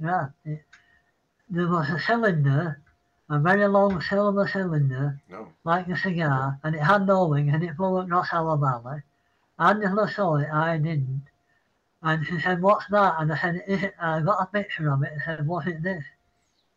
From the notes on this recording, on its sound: Zooms in from England. Pardon the audio.